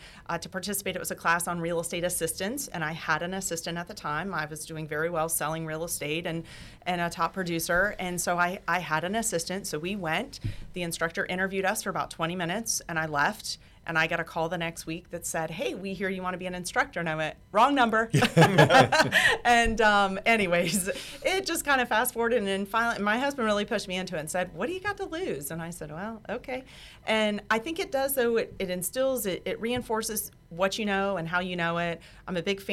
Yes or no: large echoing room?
no